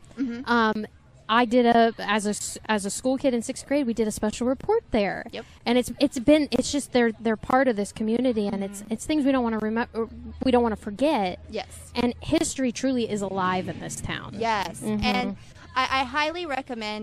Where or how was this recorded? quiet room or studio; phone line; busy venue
busy venue